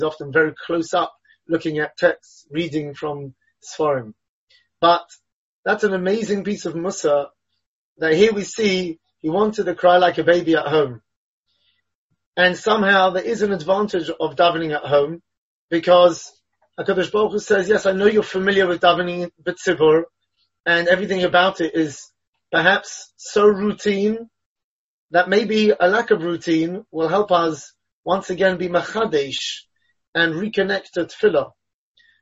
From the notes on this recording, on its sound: Delivered and recorded over Zoom.